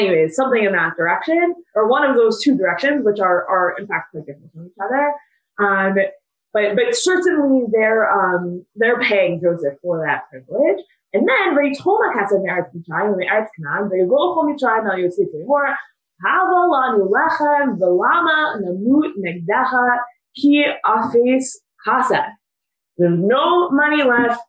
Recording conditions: video call